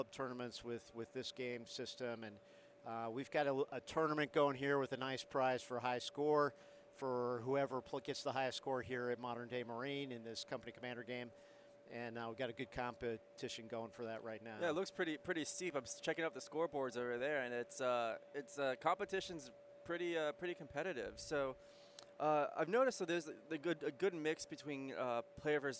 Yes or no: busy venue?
yes